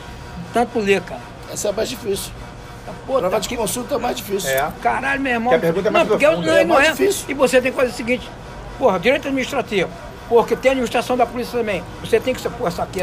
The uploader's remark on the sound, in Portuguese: Gravação feita em um botequim no subúrbio do Rj.